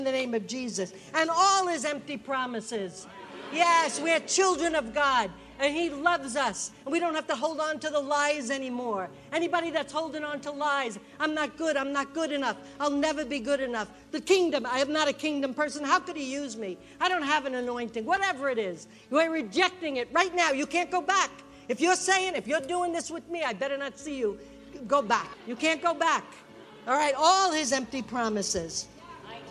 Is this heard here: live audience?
yes